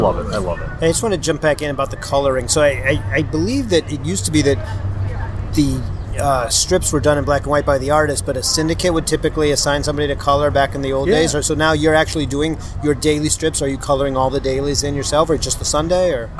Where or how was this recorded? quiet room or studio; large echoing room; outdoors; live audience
outdoors